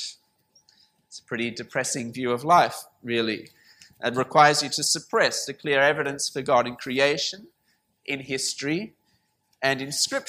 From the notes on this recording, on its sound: This sermon was preached at St Mary's Cathedral, KL on 3rd February 2019.